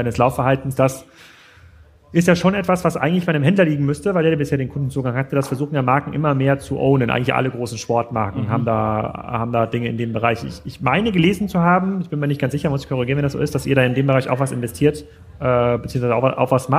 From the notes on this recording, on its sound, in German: Live Podcast aus Zürich